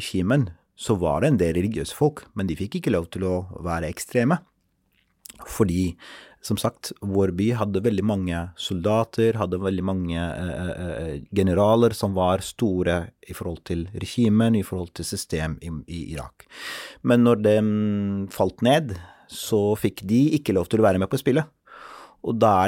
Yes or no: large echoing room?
no